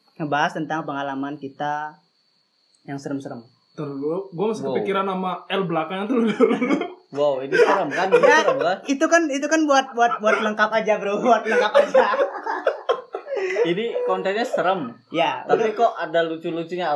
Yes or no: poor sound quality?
yes